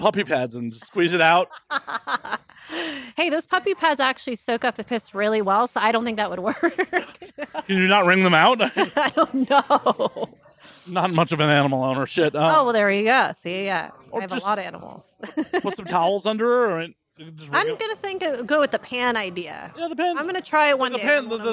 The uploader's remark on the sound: Live at avn 2023.